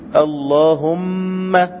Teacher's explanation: مخرج الميم شفوي، اللهم هكذا بضم الشفتين